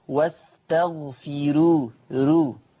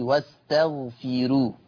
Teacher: هذه راء مرققة لأنها مضمومة ومسبوقة بكسر أصلي. هذه الراء مضمومة ومسبوقة بكسر أصلي، واستغفروا.